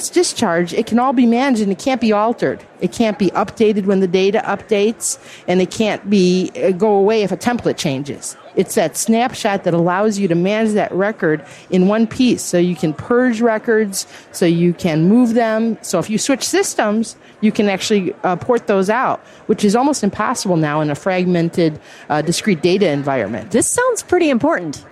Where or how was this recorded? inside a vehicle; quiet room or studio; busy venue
busy venue